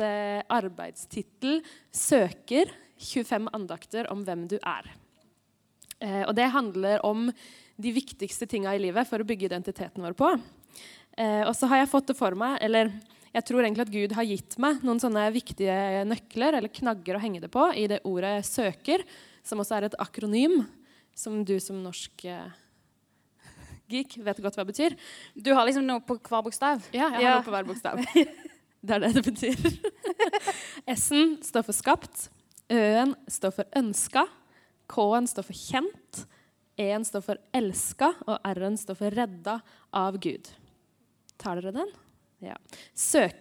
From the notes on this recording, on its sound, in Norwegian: Vår første live-episode fra sist fredag på Fangekasa i Østfold er nå ute.